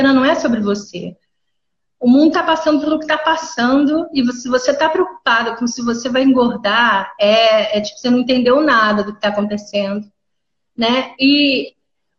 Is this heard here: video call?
yes